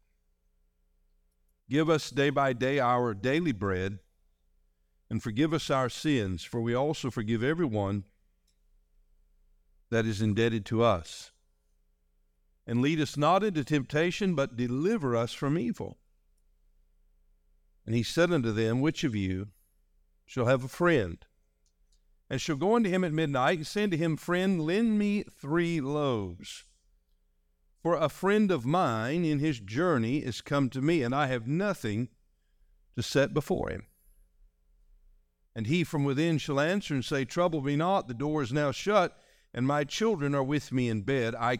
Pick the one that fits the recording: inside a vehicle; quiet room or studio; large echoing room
large echoing room